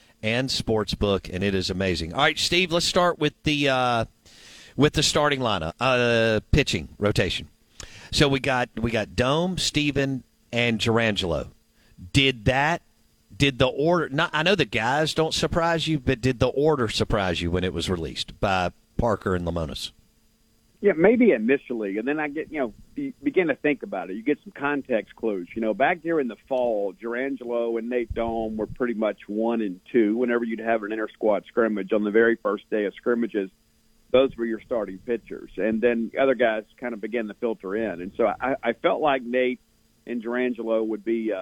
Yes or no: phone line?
yes